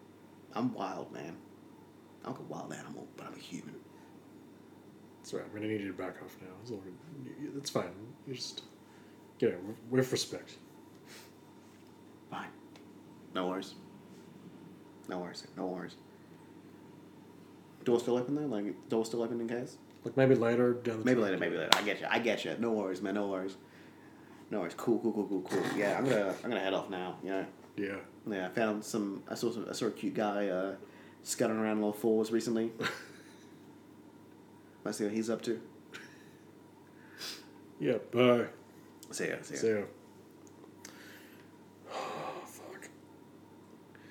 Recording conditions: sounds in the background